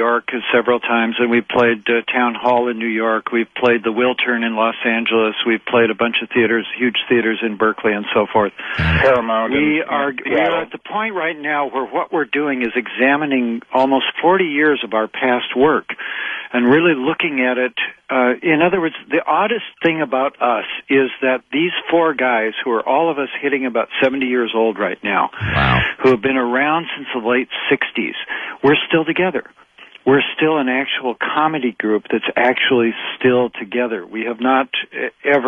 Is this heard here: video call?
no